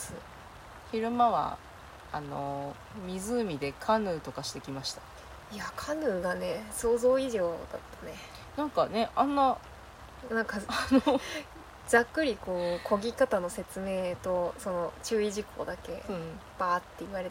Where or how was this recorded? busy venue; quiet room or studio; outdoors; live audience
outdoors